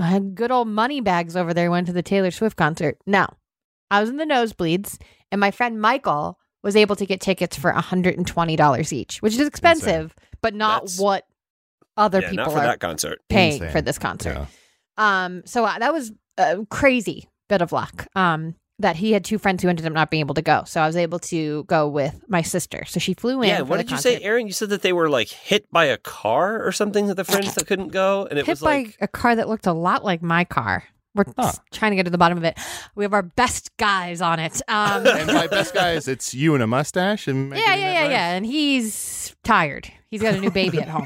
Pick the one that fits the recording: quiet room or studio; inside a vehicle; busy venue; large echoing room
quiet room or studio